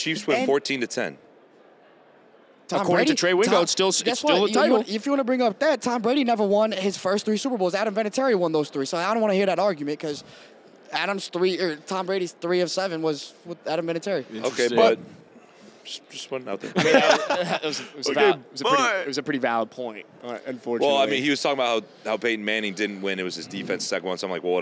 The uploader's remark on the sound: Live from Radio Row at the Super Bowl